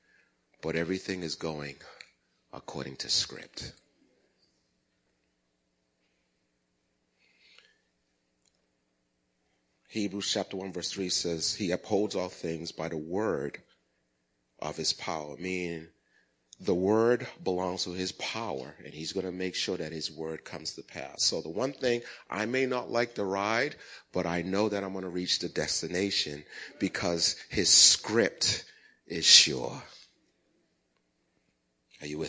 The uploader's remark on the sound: Recorded at the 08:30am Sermon on 2016-12-11.